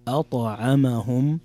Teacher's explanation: في قوله تعالى في الآية الرابعة والأخيرة الذي أطعمهم من جوع، عندنا عدة أحكام تجويدية، الذي أطعمهم هنا عند أتى معنا مد منفصل يمد بمقدار 2 أو 4 أو 5 حركات، ثم بعدها مباشرة في الكلمة حرف الطاء أطعمهم وهو حرف قلقلة